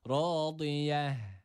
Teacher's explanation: Ve sonda dururken de noktalı olan T harfi durduğumuz esnada H'ye dönüşüyor